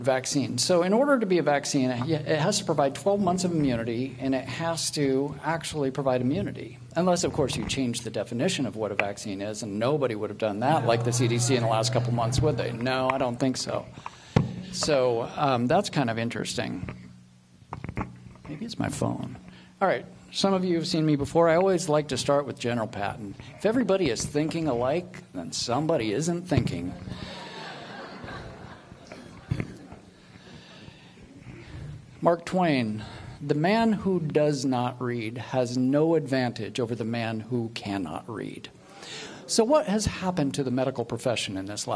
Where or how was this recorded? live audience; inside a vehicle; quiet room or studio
live audience